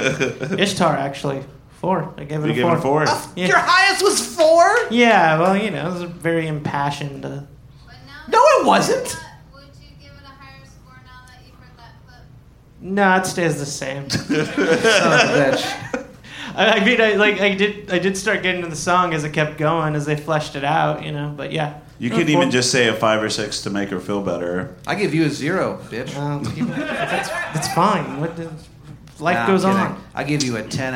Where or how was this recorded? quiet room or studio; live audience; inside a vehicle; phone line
live audience